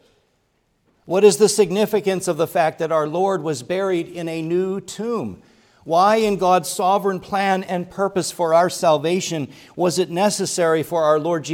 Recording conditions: large echoing room